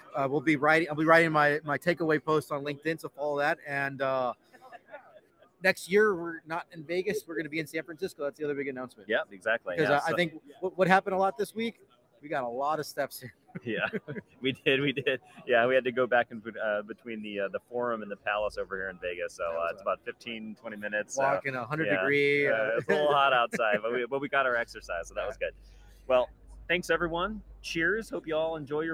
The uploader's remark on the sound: Live from Snowflake Summit 2023 in Las Vegas